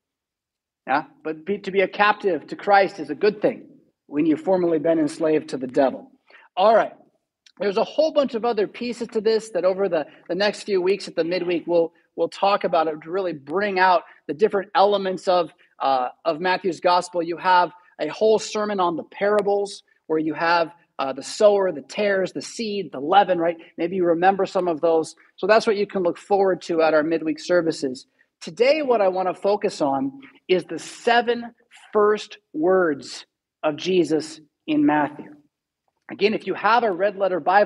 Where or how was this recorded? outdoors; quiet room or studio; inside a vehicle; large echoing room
large echoing room